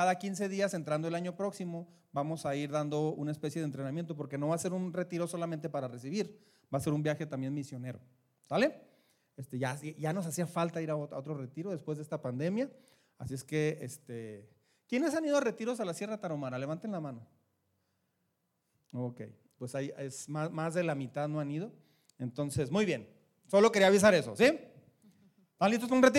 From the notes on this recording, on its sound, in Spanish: Este fue grabado durante un evento de Navidad en la Iglesia para los jovenes.